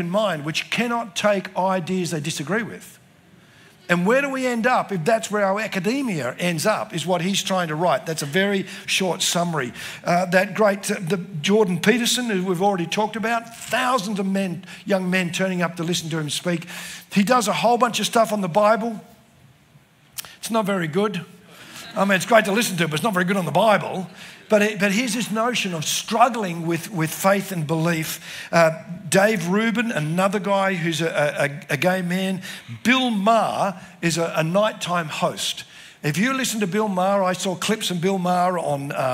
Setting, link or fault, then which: setting, live audience